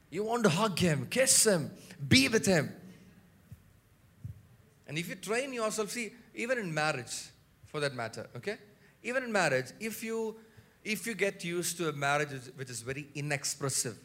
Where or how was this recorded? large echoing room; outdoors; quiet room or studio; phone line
large echoing room